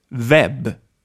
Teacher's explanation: It is not a half vowel like in English, but it is pronounced like a V.